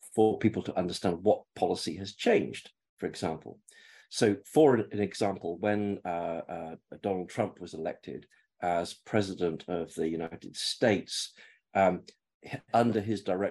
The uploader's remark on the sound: This episode features recordings from the webinar themed, 'Using African Policy Data to monitor trends in Public Policy', featuring public policy thinktanks Kenya Institute for Public Policy Research and Analysis (KIPPRA) , African Technology Policy Studies Network (ATPS) , Digital Sciences' Altmetric and Training Centre in Communication (TCC Africa) .